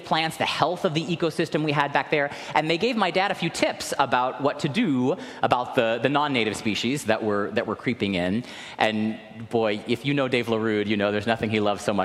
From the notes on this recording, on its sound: Recorded live at the 10:00am service.